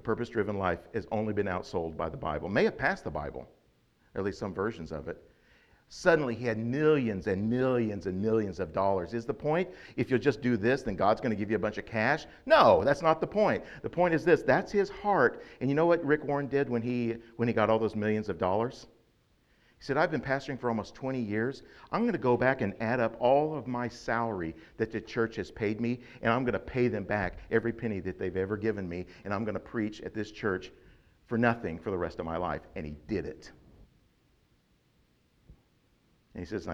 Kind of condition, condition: setting, large echoing room